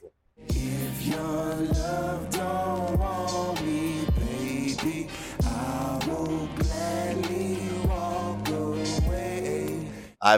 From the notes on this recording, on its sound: Outside Southern Cross Station, Melbourne Central Business District.